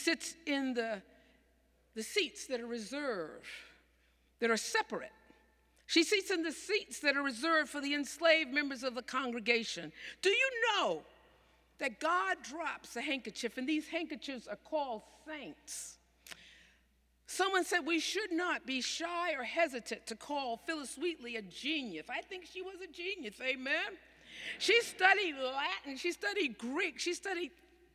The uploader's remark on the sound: Sermons from Old South Church in Boston